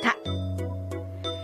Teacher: 舌先が上顎の裏の上の前歯のところにしっかりとついて発音するタ